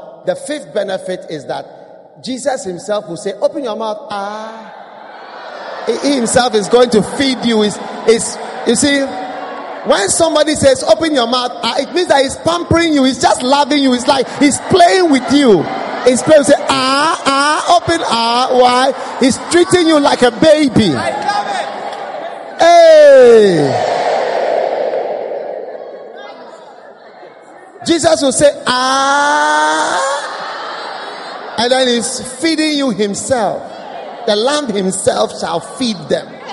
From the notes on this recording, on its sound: Preached at the First Love Center, Accra.